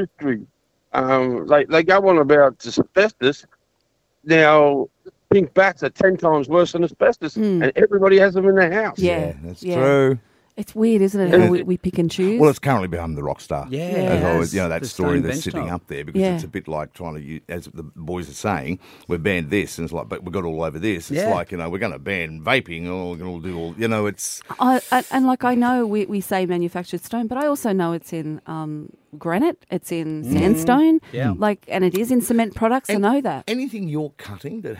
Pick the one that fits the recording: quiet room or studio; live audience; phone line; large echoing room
phone line